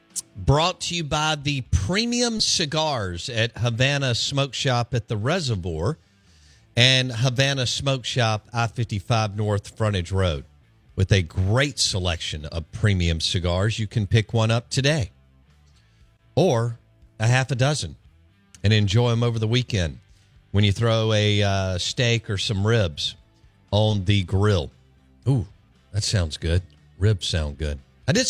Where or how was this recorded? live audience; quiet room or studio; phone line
phone line